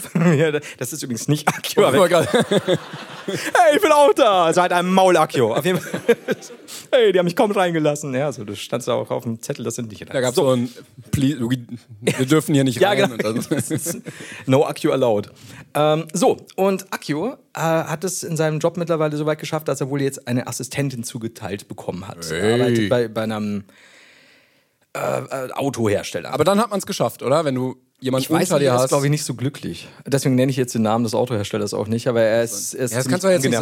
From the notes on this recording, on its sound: LIVE in Hamburg. Auf der Reeperbahn nachts gegen 8.